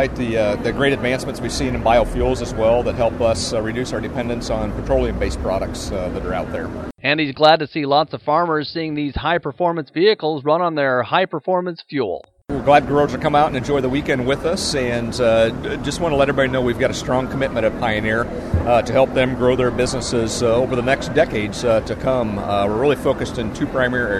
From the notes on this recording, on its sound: we bring you some of the sounds and interviews from the Iowa Corn Indy 250